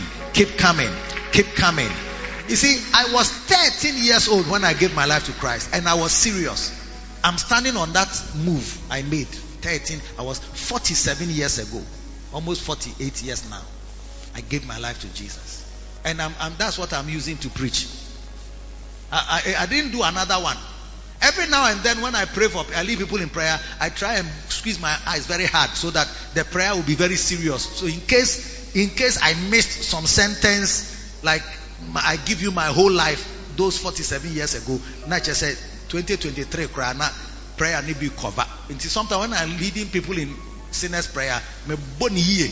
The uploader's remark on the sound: Preached at the Lighthouse Chapel Int.